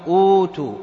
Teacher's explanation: أبدلت الهمزة المضمومة إلى حرف مد وهو الواو لأن ما قبلها مضموم، فقيل أوتوا. · Term: مد البدل